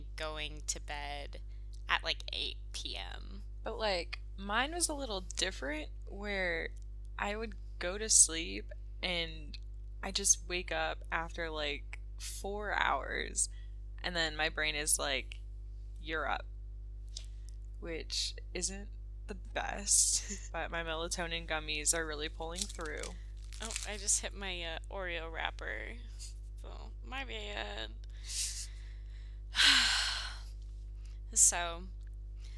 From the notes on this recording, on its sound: It's been a moment since we last posted due to settling into Lacoste, classes, and excursions. We apologize for the electric hum in the background. An old Medieval village ain't the best place to record, apparently.